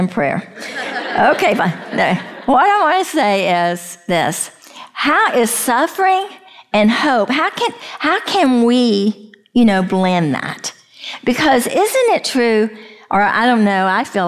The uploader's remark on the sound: we share a live session from the Breathe Retreat